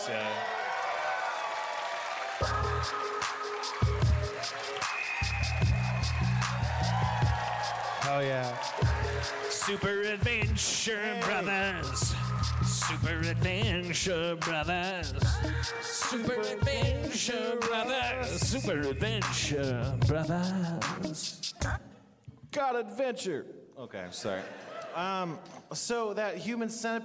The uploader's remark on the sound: LIVE from Everything Is Festival 2015